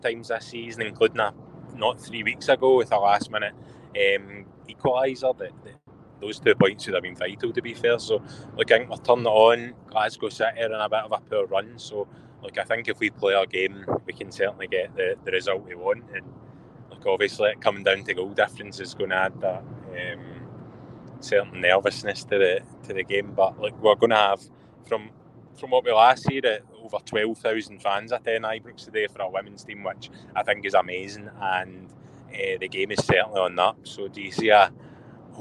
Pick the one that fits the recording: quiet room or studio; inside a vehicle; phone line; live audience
inside a vehicle